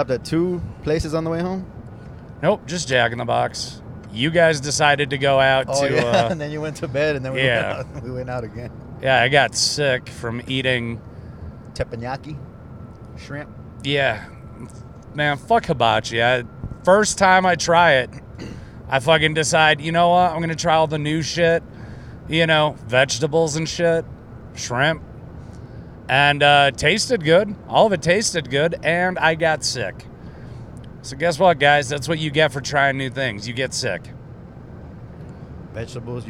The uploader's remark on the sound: Texallent Carcast.